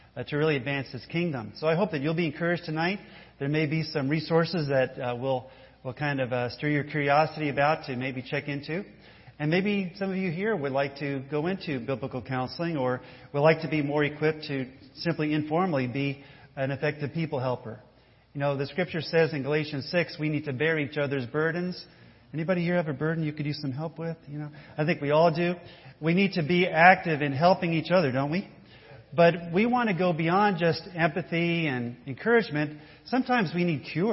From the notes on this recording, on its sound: This is the audio recording of a church service